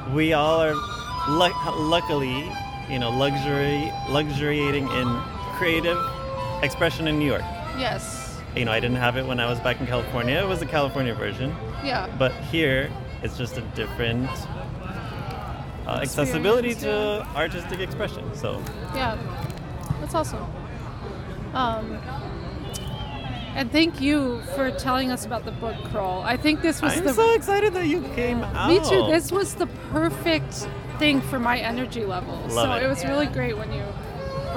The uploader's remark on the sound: We took a break, sat on a large rock in a park, and recorded this mini-episode!